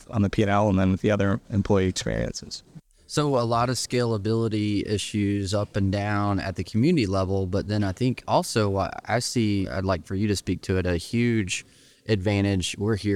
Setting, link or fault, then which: setting, busy venue